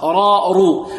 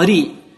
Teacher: إذا كانت متحركة الراء ننظر إلى حركتها، إذا كانت مفتوحة أو مضمومة تفخم راء رو، وإذا كانت مكسورة ترقق ري